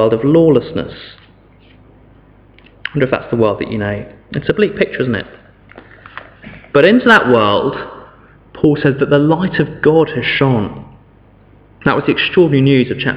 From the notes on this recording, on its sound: Sermon from St David's Church, Morton-in-Marsh, Evening Service